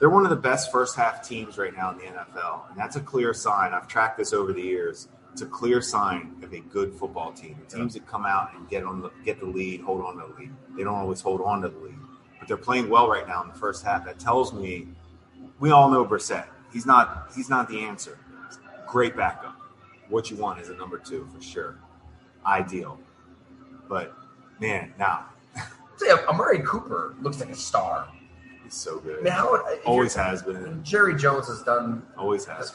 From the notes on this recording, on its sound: Live at Fattey Beer Company, we try to make sense of a bonkers season.